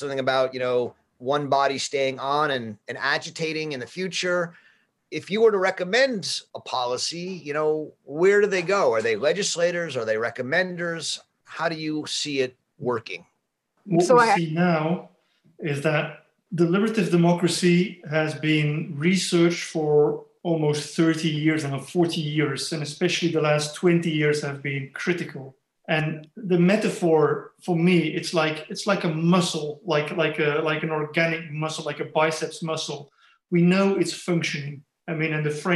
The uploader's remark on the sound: Special Webinar.